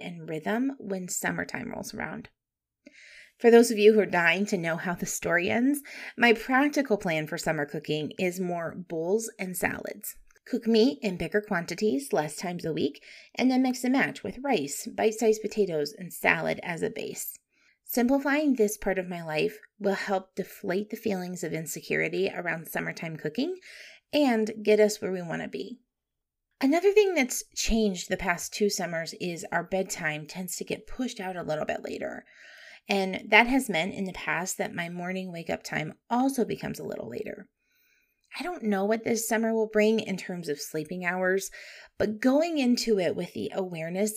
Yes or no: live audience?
no